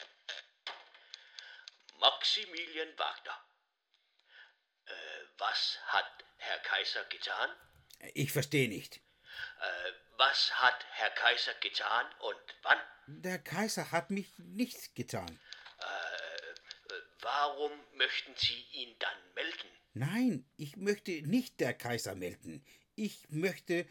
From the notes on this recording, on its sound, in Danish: Bringer vi her et særafsnit optaget online og på vores egne mikrofoner og mobiltelefoner.